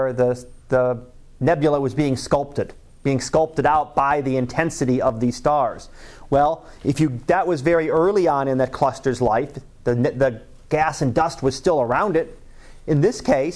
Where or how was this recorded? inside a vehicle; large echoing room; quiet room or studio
large echoing room